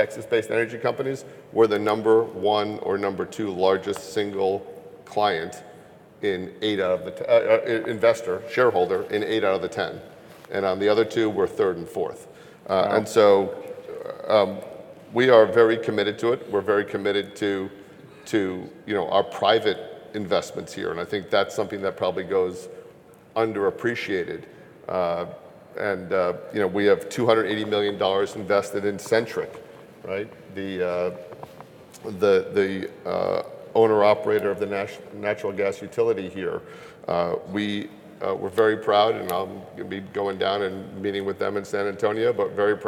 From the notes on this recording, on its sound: Blackrock at THRIVE Energy Conference. At the Daniel Energy Partners THRIVE Energy Conference in Houston.